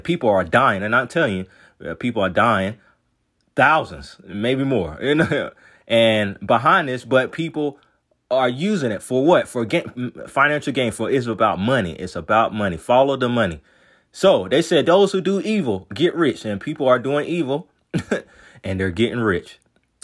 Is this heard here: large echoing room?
no